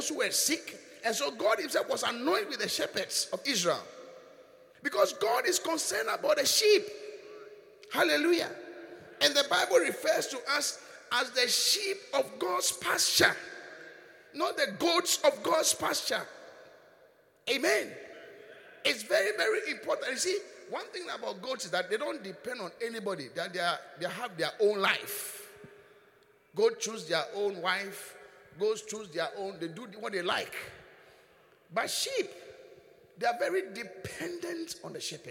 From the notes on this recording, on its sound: Preached at the Qodesh